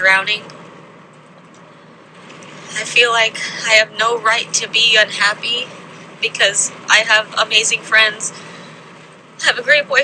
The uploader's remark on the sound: Today's episode is a compilation of actual thoughts that I've recorded on actual Journal Drives.